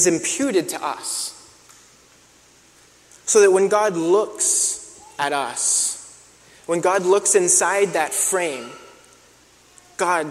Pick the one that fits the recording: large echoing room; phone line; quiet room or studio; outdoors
large echoing room